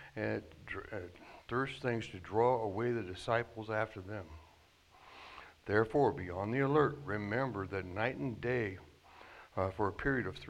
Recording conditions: large echoing room